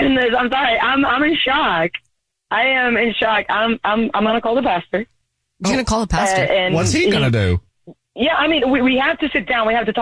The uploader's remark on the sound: on the phone